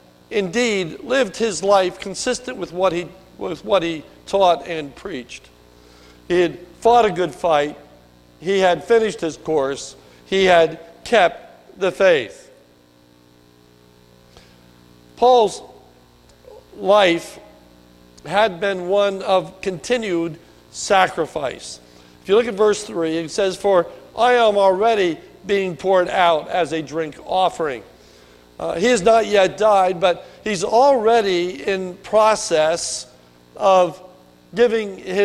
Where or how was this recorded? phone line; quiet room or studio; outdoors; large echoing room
large echoing room